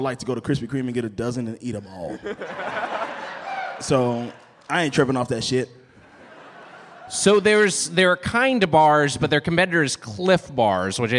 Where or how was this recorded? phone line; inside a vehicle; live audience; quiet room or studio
live audience